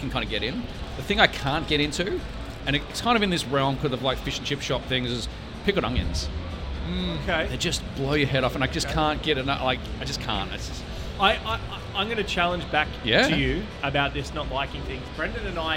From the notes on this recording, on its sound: On the PAX Australia showfloor. The episode was recorded in a live environment with literally 1000s of people around so there may be some inconsistencies in the audio at times.